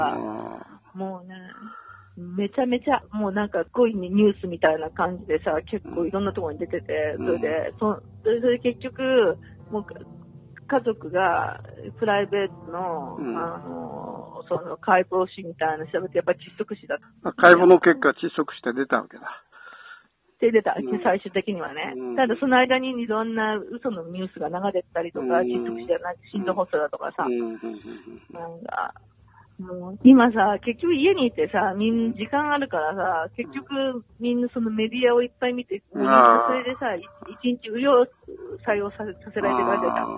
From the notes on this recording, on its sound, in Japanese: ニューヨーク電話インタビュー